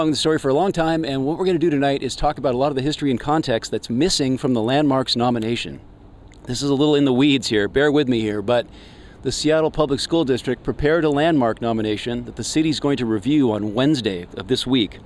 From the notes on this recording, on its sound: LIVE from Memorial Stadium. A special episode of CASCADE OF HISTORY was broadcast live on SPACE 101.1 FM from the Memorial Wall at the stadium.